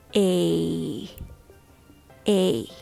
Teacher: This is a diphthong, meaning two vowel sounds gliding together. Start with E and glide into relaxed I sound.